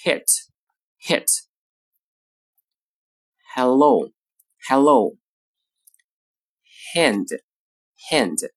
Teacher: Young, young.好，第二个音，这个音呢非常简单，发音时只需要嘴巴半张，然后向外呵气，气流自由地从口腔中通过，声带不要震动，发作。好，来看例词。He.He hit hit hello hello hand hand hero hero high heels happyhappy。注意这个音呢是清辅音，发音时呢不要发成拼音的和